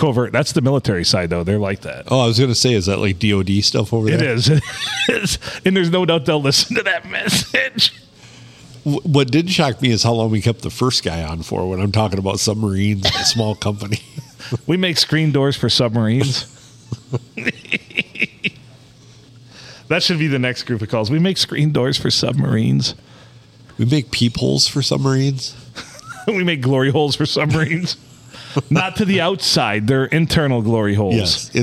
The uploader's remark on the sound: Recorded on a slow Monday night at the Blue Water Sports Bar and Grill in Port Sanilac.